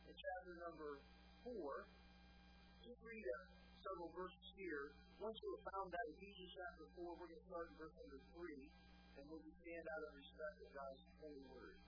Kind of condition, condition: setting, large echoing room